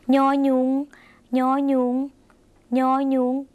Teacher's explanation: เป็นเสียงเง่ขึ้นจมูกนะคะอาจจะออกเสียงลำบากนิดนึง